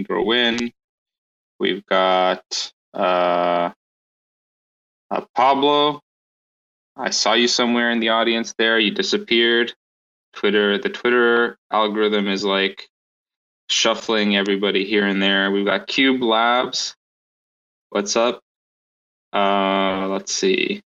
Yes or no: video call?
yes